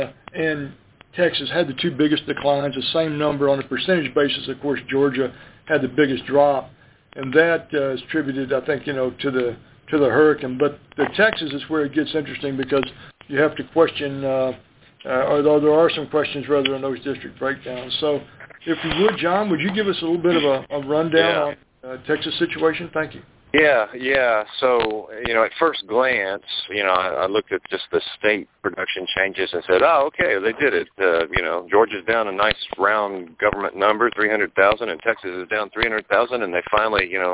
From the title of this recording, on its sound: Monthly Conference Call On Cotton